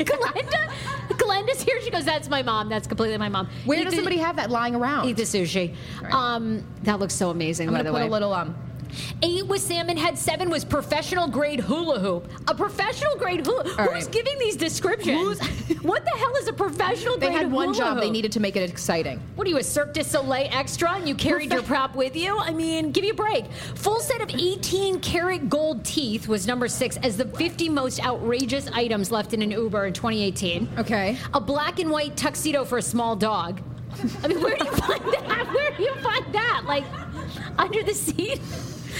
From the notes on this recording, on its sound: It’s our first pop-up podcast of 2019! Live at Umaya DC.